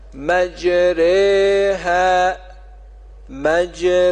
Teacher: یه بار دیگه توضیح میدم، کلمه مجراها رو وقتی میخواهیم بخوانیم در این یک مورد در سوره هود آیه 41 باید اماله کامل کنیم. اماله کنیم به این معنا که فتحه را میل به کسره پیدا کنه و صدای کشیده آ به یا میل پیدا کنه، در نتیجه را به صورت ترقیق خوانده میشه. میخوانیم مجره مجره.